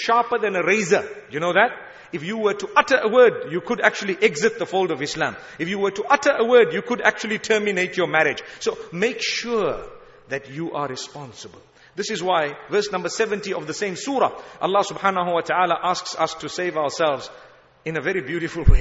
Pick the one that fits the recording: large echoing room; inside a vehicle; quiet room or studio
large echoing room